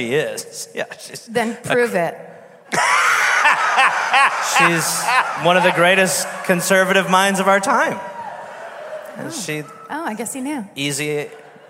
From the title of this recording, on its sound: Live in LA